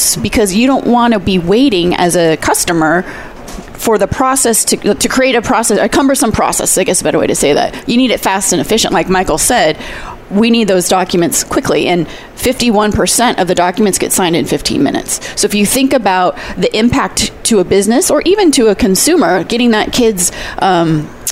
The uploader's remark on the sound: Coffee Break with Game-Changers Radio was invited to broadcast live from SAPPHIRE NOW 2017 in Orlando.